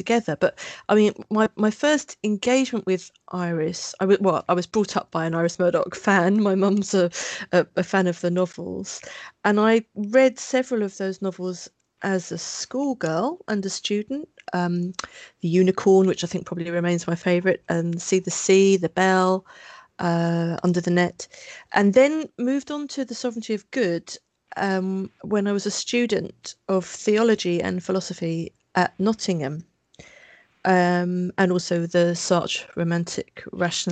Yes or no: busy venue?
no